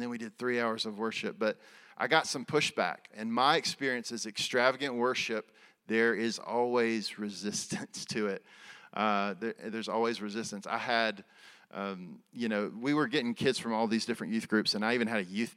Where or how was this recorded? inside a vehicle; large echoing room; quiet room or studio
large echoing room